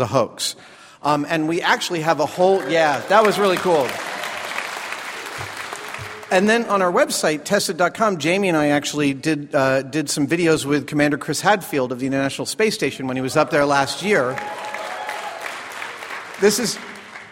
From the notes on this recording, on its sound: Our show in San Francisco at the SF Sketchfest comedy festival was one such show.